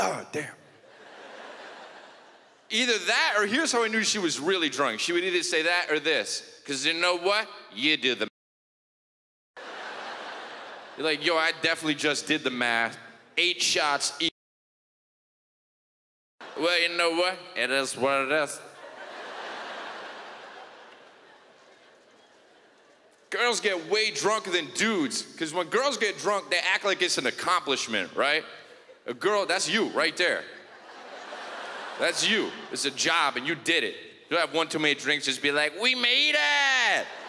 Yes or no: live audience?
yes